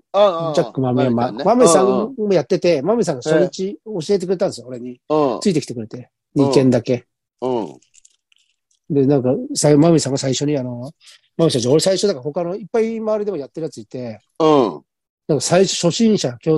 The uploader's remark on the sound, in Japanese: ZOOMで収録